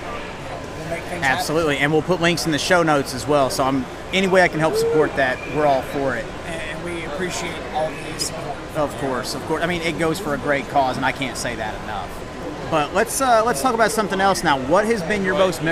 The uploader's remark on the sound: Interviews from the convention floor.